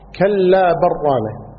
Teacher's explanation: قراءة ثانية بالإدغام، كلا برانة، يعني اللام تؤكل